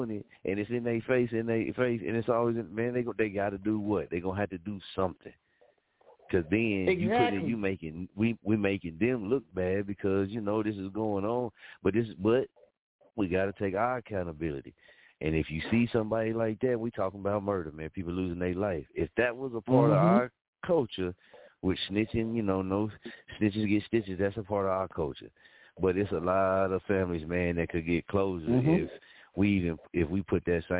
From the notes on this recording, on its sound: with us on the phone lines